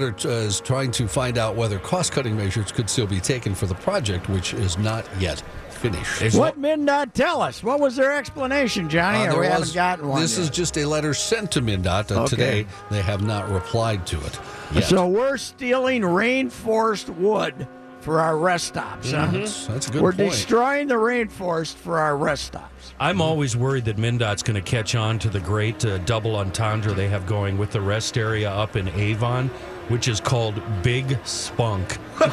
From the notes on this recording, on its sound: live from Radio Row at the Mall of America